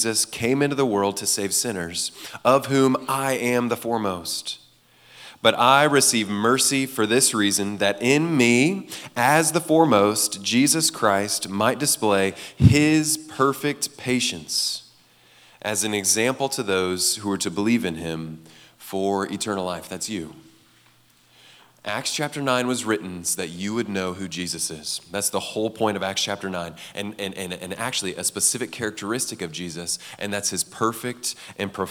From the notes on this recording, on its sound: gave this message at Fall Conference 2023